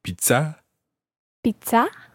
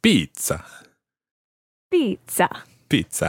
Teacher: And pizza in French, pizza with a stress on the A · Shown in: first take